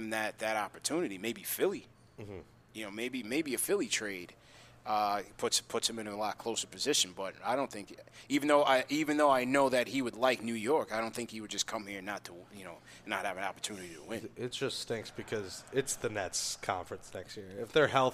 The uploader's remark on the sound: interview Knicks legends at Clyde's Wine & Dine in NYC